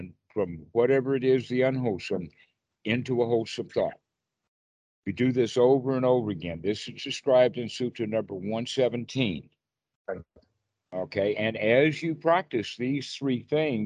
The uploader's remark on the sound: Skype calls on this channel.